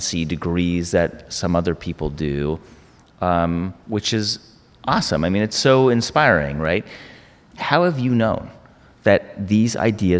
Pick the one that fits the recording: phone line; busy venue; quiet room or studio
busy venue